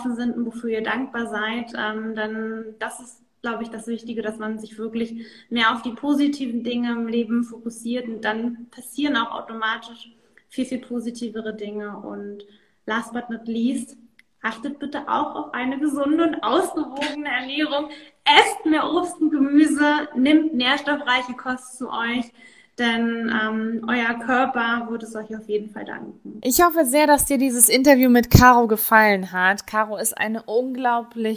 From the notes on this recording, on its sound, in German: Jetzt startet eine neue Reihe von Interviews, es sind alles Mutmacher Geschichten, die ich auf live auf Instagram geführt habe.